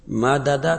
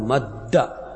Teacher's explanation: أدغمت الدال الأولى في الثانية · Shown in: second take · فهذه الشدة عبارة عن الدال الأولى، مد عبارة عن الدال الأولى المدغمة في الدال الثانية. · Term: الإدغام